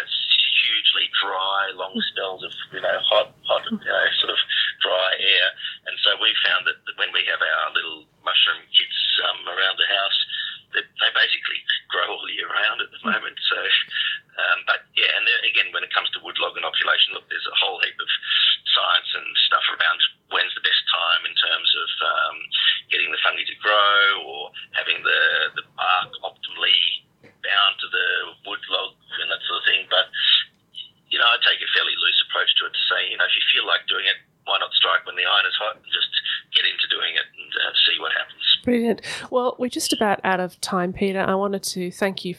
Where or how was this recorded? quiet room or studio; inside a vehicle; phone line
phone line